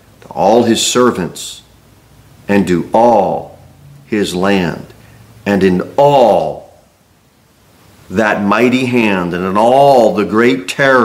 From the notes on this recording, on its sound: Sermon delivered at Pilgrim Baptist Church